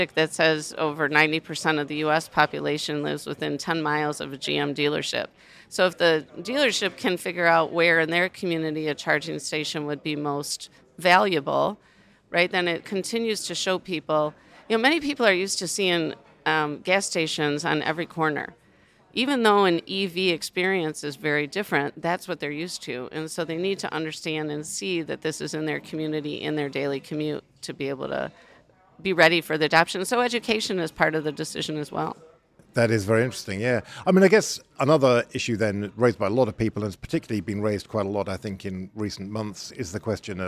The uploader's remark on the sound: recorded live from COP28